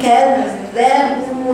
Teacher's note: الذال هنا حرفين حرف ساكن وحرف متحرك · Term: الحرف المشدد